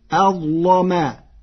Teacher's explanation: قرأ ورش كلمة أظلم بتفخيم اللام فتصير أظلما لمجاورتها حرف الاستعلاء